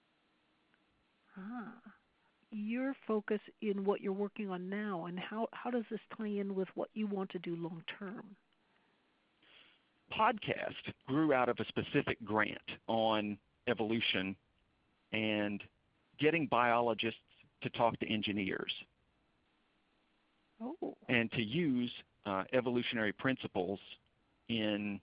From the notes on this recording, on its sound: I was on the phone with her for about two and a half hours